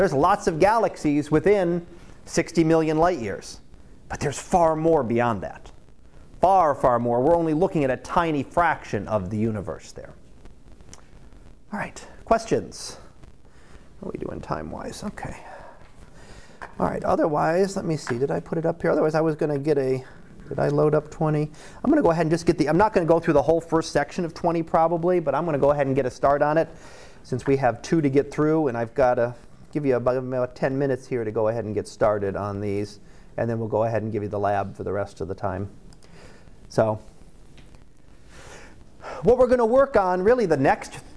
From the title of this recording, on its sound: Live Class Lecture 2018 Oct 18